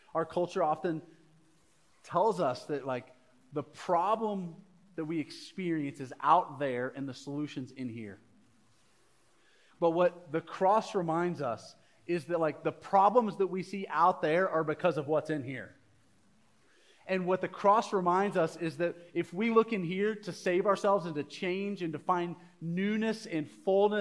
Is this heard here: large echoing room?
yes